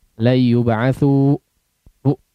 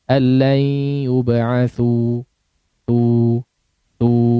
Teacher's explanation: Kemudian di antara hal yang juga perlu untuk diperhatikan ketika mengucapkan mad tabi'i di akhir waqaf adalah jangan terkesan ada hamzah di akhirnya · Shown in: second take · Yub'atsu bu, nah, ada e ya, ada ditutup itu apa pangkal tenggorokan atau pita suaranya ditutup, jangan, nanti jadi ada hamzah la yub'atsu bu, tidak, tapi lepaskan saja, habiskan di udara la yub'atsu tu tu.